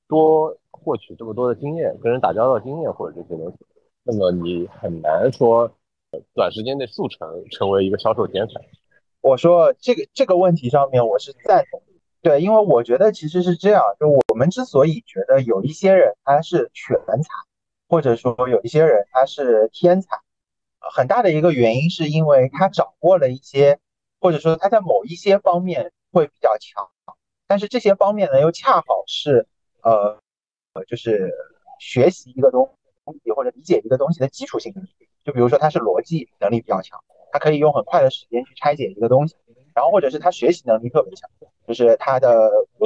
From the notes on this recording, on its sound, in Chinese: 本期为螺旋下降初期探索性质的一集节目，当时主播对于如何录制、制作、剪辑播客都是一窍不通，故标识为「全损音质」。